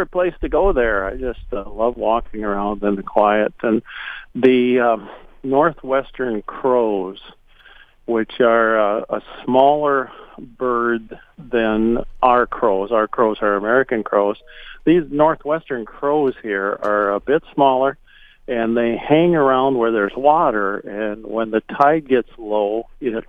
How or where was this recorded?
phone line